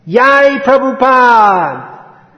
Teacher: There's no J in Spanish, so Jai becomes Yai.